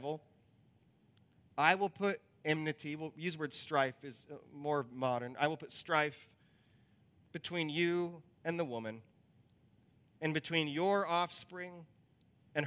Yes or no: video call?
no